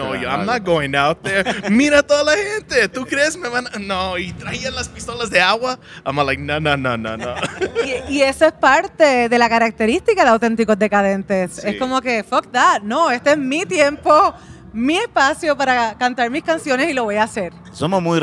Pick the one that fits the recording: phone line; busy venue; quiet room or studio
busy venue